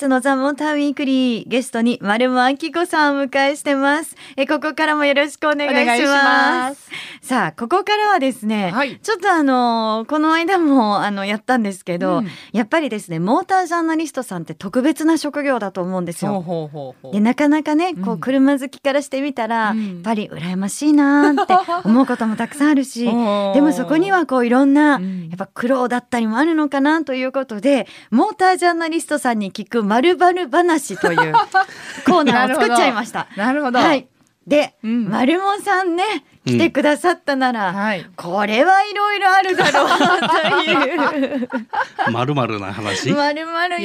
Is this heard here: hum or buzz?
no